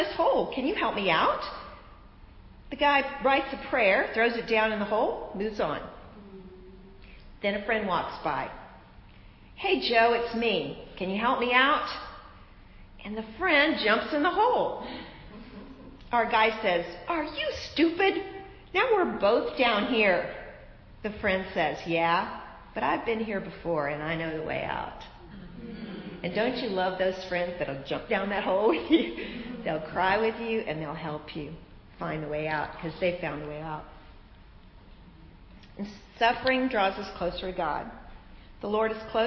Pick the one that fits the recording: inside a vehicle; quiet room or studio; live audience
live audience